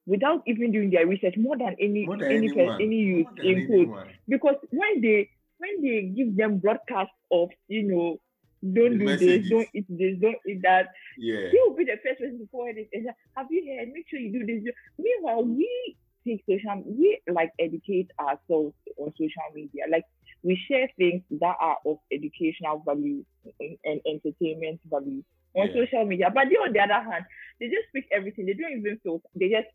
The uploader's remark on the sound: Still recording remotely due to COVID